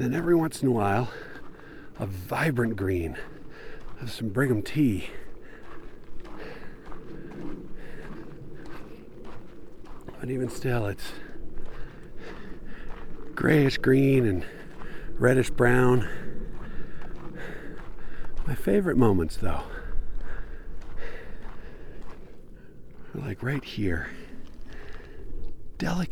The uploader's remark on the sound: I spent a few days in Moab, camping and hiking and writing and recording. This episode was recorded as I was hiking in Canyonlands National Park on the Murphy loop. I did edit out some long stretches of just me walking (not excatly compelling audio, that), and a couple of times were I got distracted by something I saw. I did leave in a couple shorter ones (a lizard in one instance, a butterfly in another) just to maintain the feeling of the recording, which is not some manufactured-in-the-studio-with-a-catalog-of-outdoor-sounds.